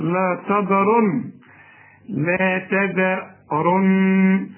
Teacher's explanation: رقق الذال وهات التاء تاء ما تعملهاش طاء